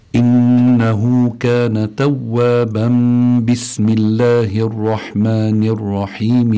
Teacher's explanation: بيكون عنا الحكم الإقلاب، يعني تقلب النون الساكنة التي هي يتضمنها التنوين تقلب ميما مخفاة مع الغنة